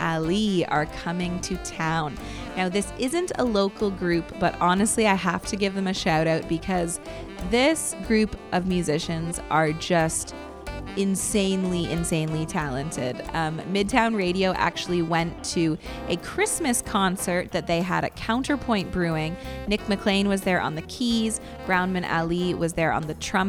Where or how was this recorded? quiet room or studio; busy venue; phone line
busy venue